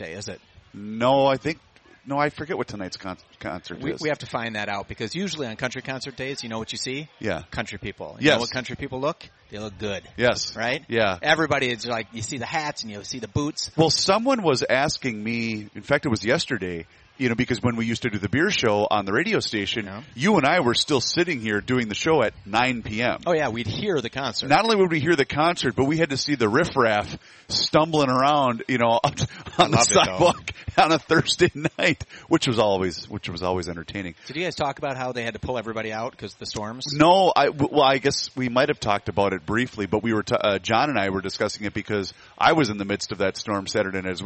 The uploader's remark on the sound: live at the MN state fair